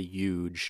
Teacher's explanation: The dropping of the H when there's a H sound at the beginning of a word like huge or human or humor